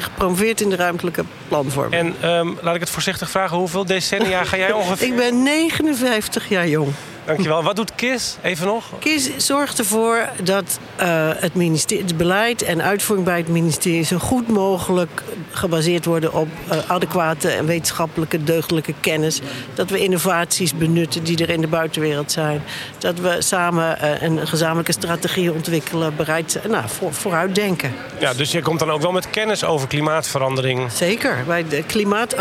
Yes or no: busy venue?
yes